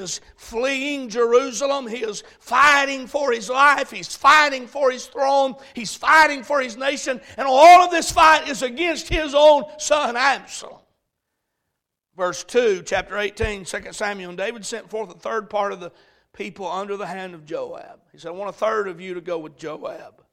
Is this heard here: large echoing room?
yes